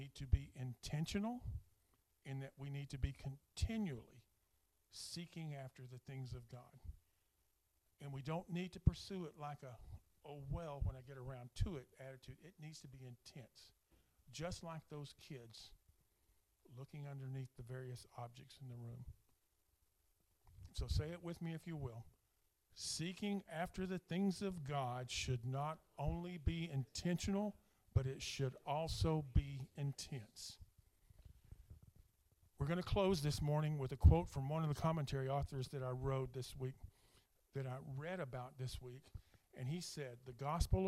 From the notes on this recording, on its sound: speaking at Soma Community Church in Jefferson City, MO on 30 April 2023